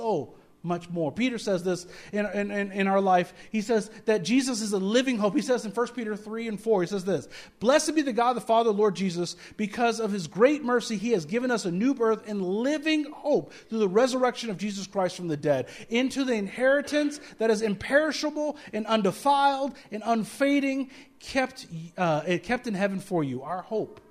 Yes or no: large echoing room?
yes